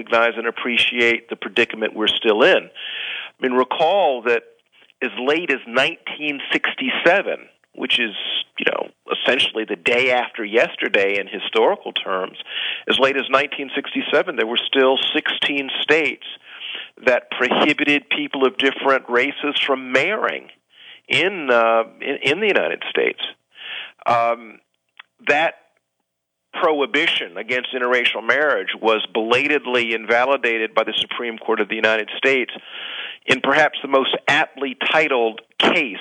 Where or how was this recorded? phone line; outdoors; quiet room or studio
phone line